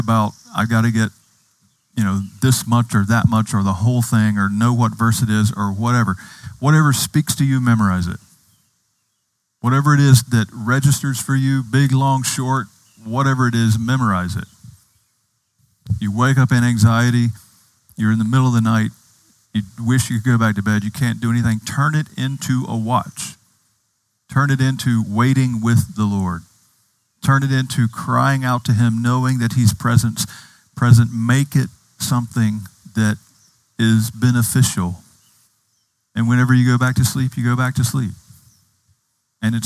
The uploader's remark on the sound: Outdoors this Summer, outside the Retreat House. On the beautiful and scenic campus of Gordon Conwell Theological Seminary 130 Essex St, South Hamilton, MA 01982.